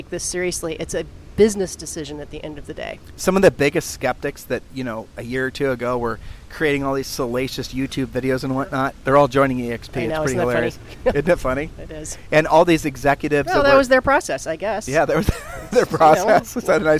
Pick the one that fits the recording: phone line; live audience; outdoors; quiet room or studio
outdoors